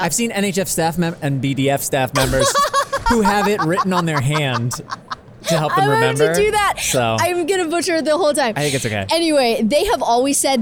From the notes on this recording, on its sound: live from The Science Fair!